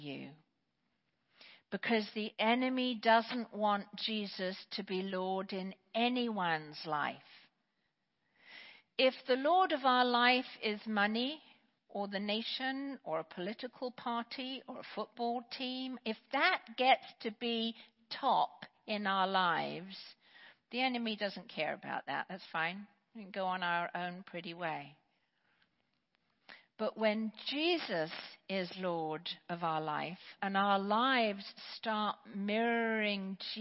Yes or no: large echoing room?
yes